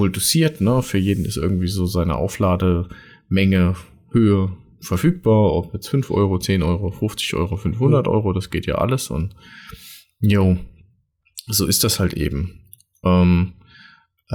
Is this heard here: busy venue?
no